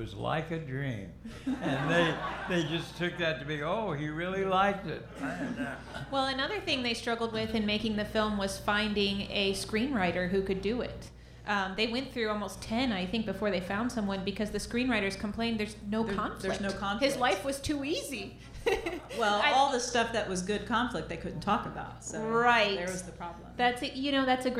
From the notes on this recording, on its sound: Recorded live at The Jazz Kitchen in Indianapolis.